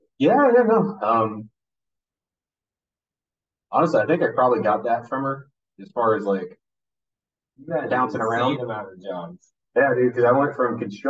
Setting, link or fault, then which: fault, poor sound quality